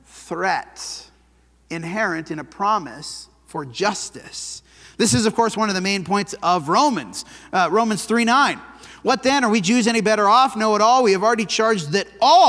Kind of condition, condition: setting, large echoing room